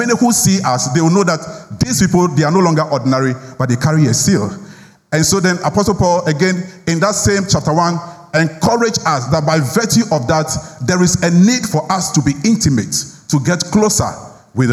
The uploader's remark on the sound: Sermon preached at CBC Shiashie Campus